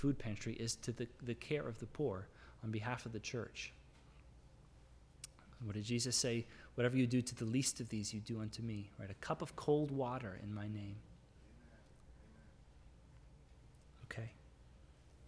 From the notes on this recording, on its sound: This is the audio from the entire service